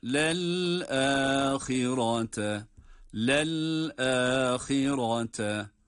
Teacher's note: Burada lel derken lam harfini, yani ikinci lam, lel derken cezimli olan lam harfinin sesini bitirince hemen hemzeye, yani elife geçiyor, lel diye lel şeklinde okuyoruz ki sekte de olmuyor, lamın cezimi de kaybolmuyor.